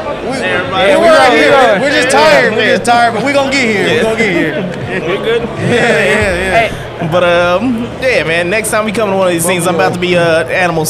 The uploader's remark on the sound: we're at DreamCon